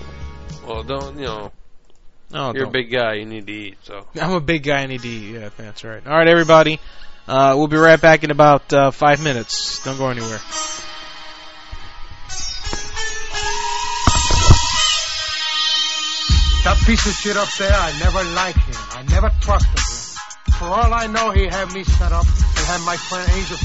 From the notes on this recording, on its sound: Prank Phone Calls